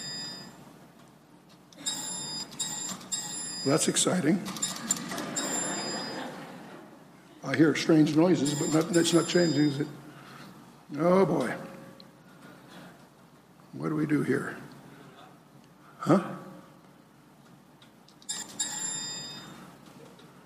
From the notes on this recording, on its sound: spoke at Calvary South Denver in Littleton Colorado on July 24, 2013